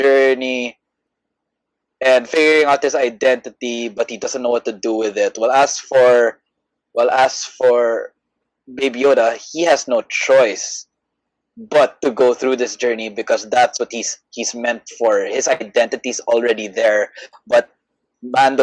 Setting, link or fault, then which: link, video call